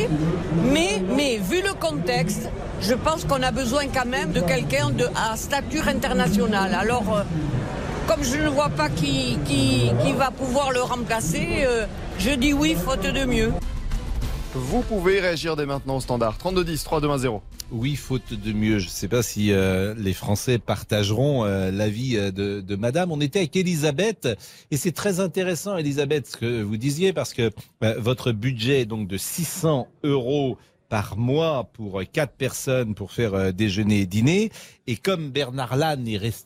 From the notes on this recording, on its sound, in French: Les Auditeurs ont la Parole en direct du salon de l'Agriculture